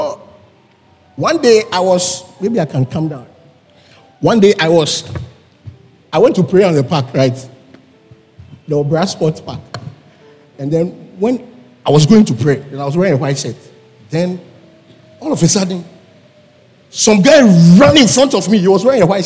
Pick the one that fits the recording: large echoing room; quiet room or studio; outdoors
large echoing room